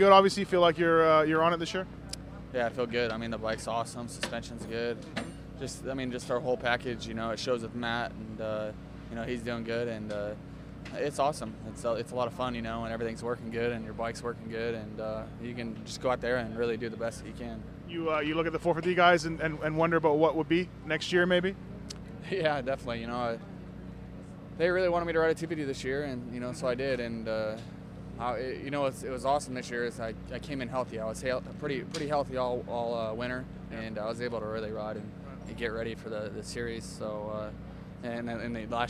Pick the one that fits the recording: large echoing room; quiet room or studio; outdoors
outdoors